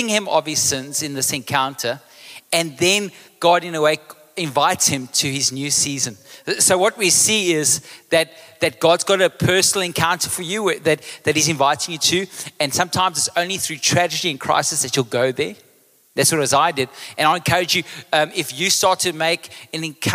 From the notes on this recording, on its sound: Recorded live.